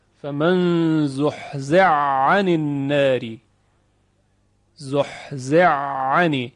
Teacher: حا در عین ادغام شده · Term: ادغام کبیر